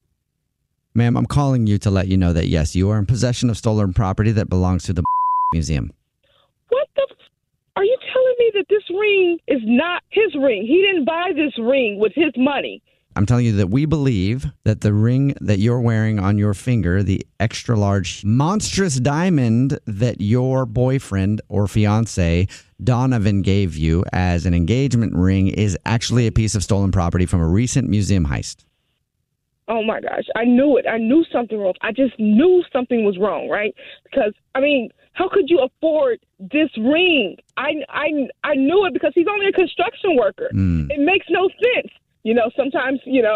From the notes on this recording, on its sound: phone prank style